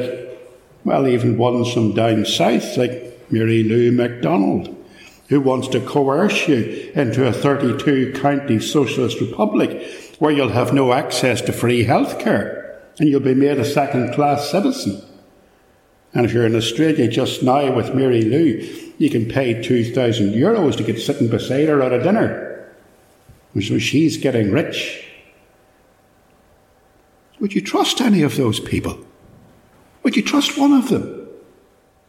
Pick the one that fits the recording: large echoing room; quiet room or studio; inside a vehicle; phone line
large echoing room